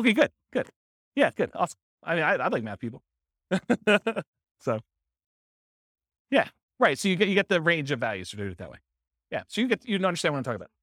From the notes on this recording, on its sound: This was a live class recorded. Anchorage, Alaska. The live in-person version.